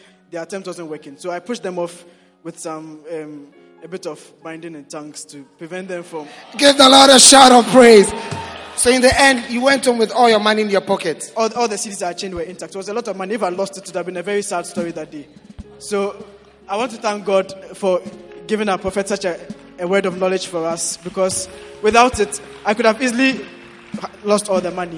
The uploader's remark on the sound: Preached at The Experience Service, Accra.